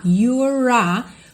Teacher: eu vou ligar o R direto no A, you're a, com o R enroladinho da porta com a perna esquerda, ok?